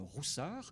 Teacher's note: un pays ouiste, où on prononce les O en OU, donc ils signent Roussard.